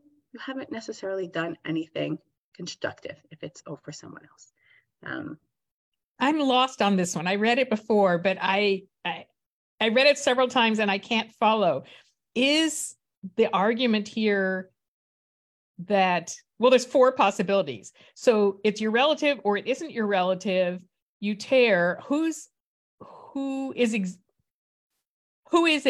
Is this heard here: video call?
yes